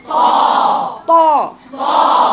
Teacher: الطاء حرف مستعلى مطبق، صفتين قوة في الطاء، شديد صفات قوة.